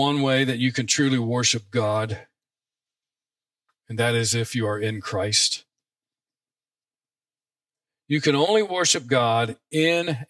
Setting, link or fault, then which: setting, large echoing room